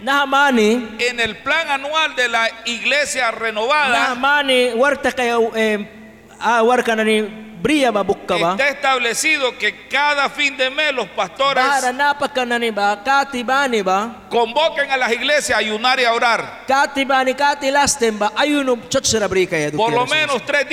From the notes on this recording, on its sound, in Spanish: en vivo desde la Iglesia Torre Fuerte en Bilwi, Puerto Cabezas Nicaragua